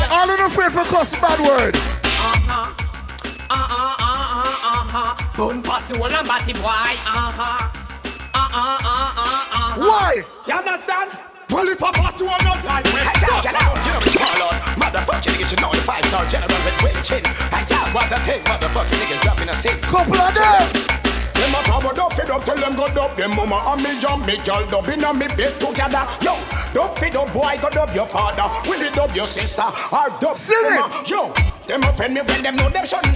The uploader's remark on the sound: Live audio recording of the 90s vs 2000s party